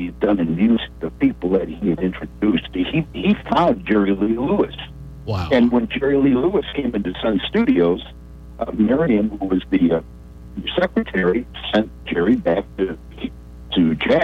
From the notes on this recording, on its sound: We had two members of the band call in to The … Show on Saturday, April 25th.